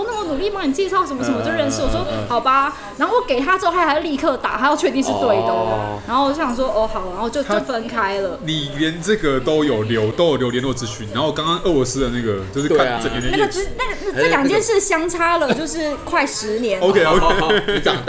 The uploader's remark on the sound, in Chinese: 本集白噪音指數：蚊風級 1/5。錄音地點：印度咖哩吧 - Curry Lounge。